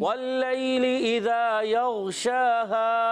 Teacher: یا ساکن سے پہلے زبر آ رہا ہے، یا لین ہے، نرمی سے ادا کریں گے